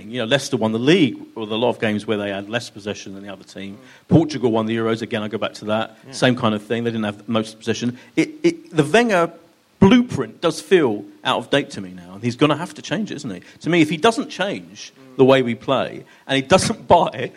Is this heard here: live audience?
yes